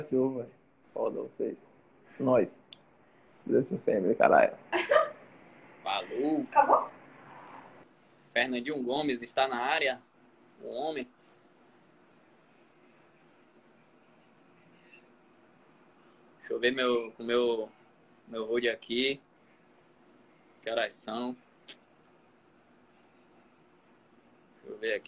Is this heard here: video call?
yes